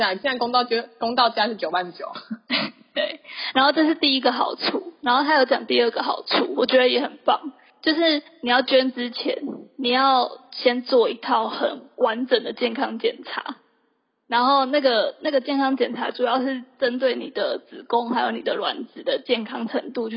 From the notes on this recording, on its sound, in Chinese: 本集音質不佳，不建議使用耳機